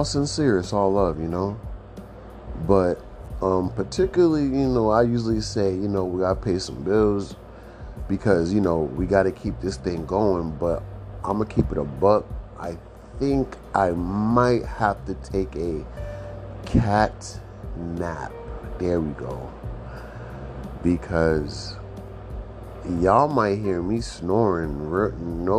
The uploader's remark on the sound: Outside real quick. Quick outside gang walk.